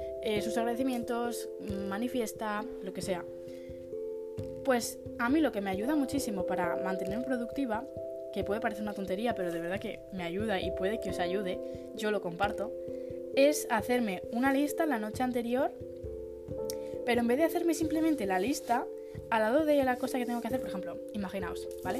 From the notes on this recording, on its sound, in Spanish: Perdón si la calidad del audio no es muy buena, la gente decidió hacer mucho ruido en la calle cuando lo grabé.